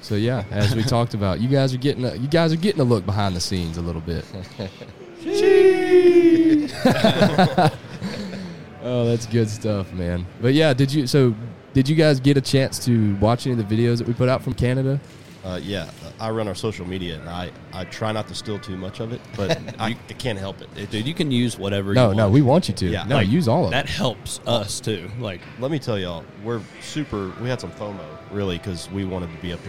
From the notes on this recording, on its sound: we are once again live on Sunday morning at Texas Trophy Hunter's Extravaganza